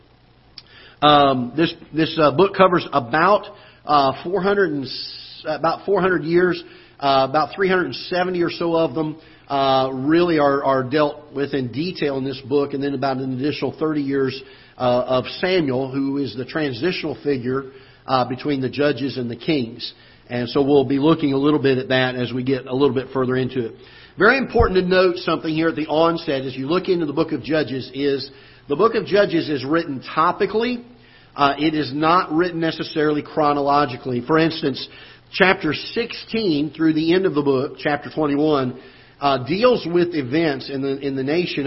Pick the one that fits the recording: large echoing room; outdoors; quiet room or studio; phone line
large echoing room